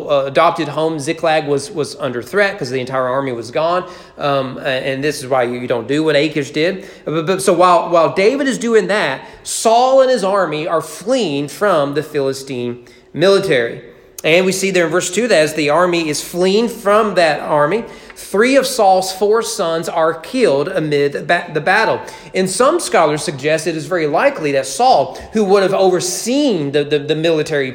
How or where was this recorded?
large echoing room